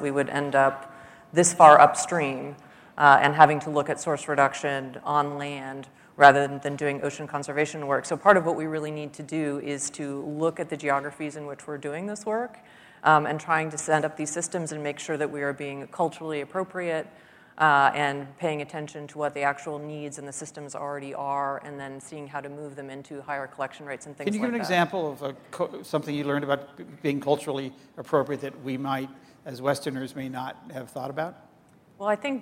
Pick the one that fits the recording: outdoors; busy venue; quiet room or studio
busy venue